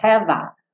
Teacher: Eu não pronuncio o F não. Já junto no A